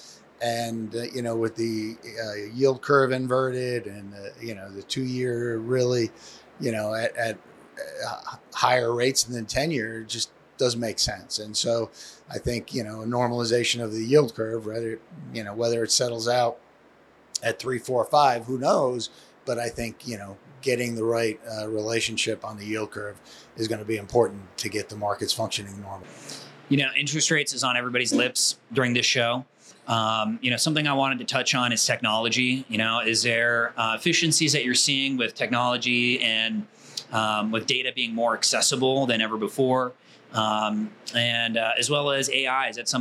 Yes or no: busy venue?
yes